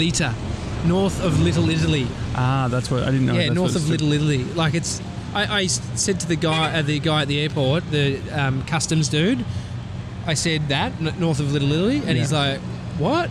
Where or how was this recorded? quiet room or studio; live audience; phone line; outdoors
outdoors